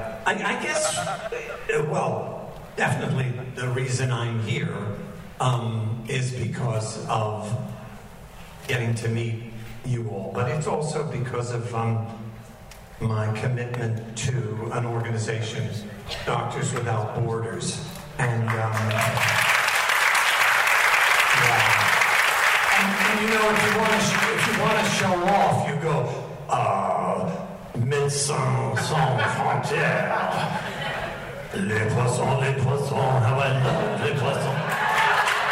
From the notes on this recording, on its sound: Star Trek Las Vegas. The audio quality on this one is a little rough.